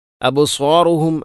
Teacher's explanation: അബ്സാറുഹും അബ് ബഇനെ ഖലഖല ചെയ്യണം